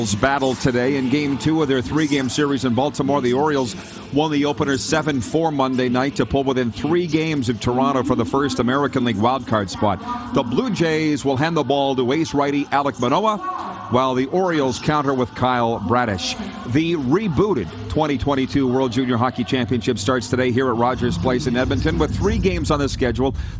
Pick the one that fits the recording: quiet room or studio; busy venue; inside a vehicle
busy venue